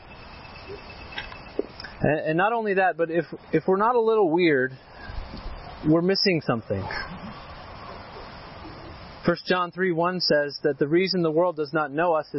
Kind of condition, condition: setting, outdoors